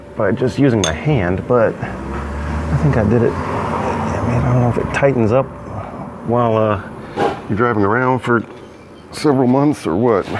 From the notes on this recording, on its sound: You’re going to be subjected to listening along while I change the oil on the car. I recorded this whole thing on my phone. Without adding the intro and outro music.